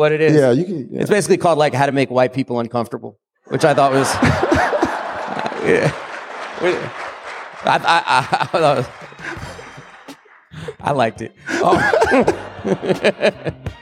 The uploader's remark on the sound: LIVE in Seattle. In front of over 800 people at Town Hall Seattle.